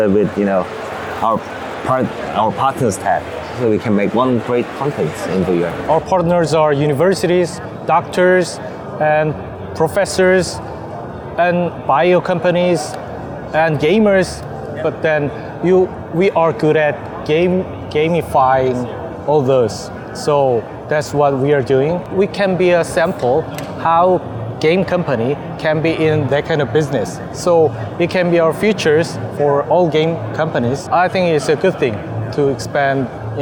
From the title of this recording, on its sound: WE WENT TO GDC!! Live Interview w Pixelity Games!